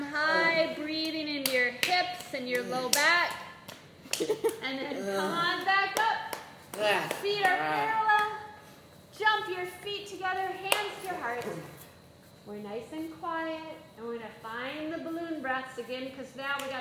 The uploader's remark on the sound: This is a live recording from a 30-minute Mini-Mindfulness & Yoga Session.